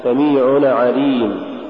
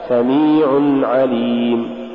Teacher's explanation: ومن صور اللحن قلقلة نون التنوين · Shown in: first take · نحو سميع عليم تقرأ لحنا سميعنا عليم، الصواب سميع عليم.